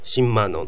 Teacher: シップというプの音がその後のマンっていうのの鼻音に影響されてピュがミウンに変わる · Term: 鼻音化